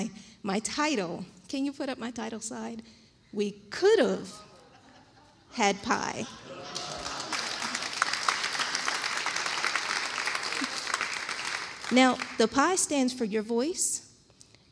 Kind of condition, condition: setting, live audience